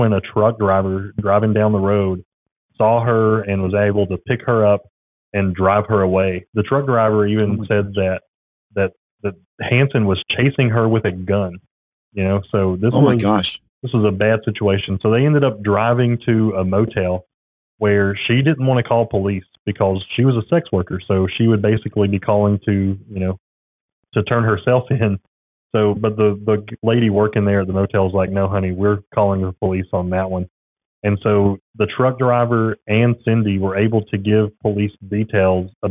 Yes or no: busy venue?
no